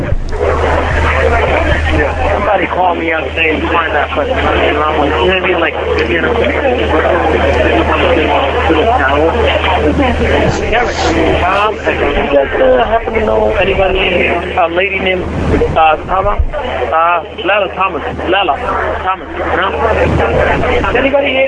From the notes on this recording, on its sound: Prank Phone Calls